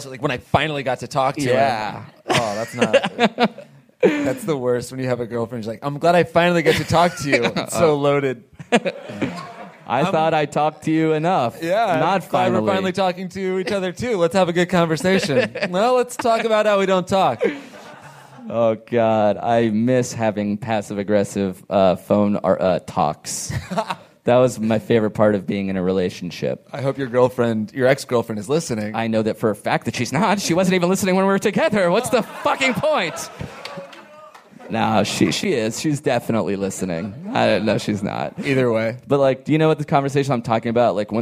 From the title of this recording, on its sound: live from L.A. Podfest!